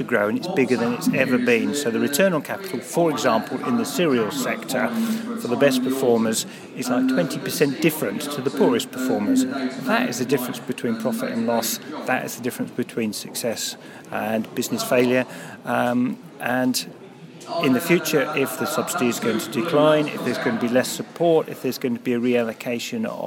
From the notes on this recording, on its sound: highlights from the Lincolnshire Farming Conference, held at the Lincolnshire Showground